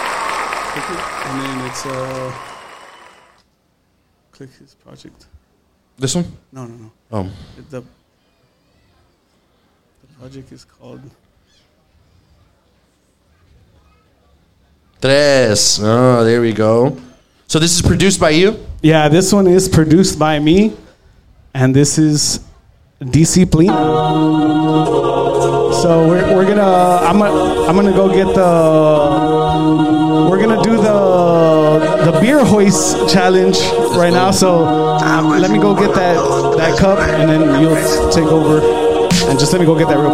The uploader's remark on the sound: Live From ANDY-PALOOZA. Live at The Landmark on Tower for ANDY-PALOOZA.